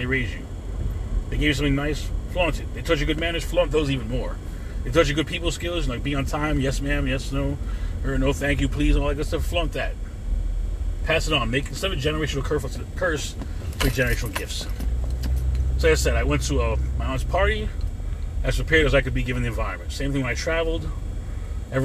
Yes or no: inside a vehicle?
yes